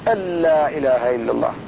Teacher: النون ساكنة وراها اللام واجب الدغام، ففيه دغام خالص ما يبقى منها غنة ولا يبقى منها شيء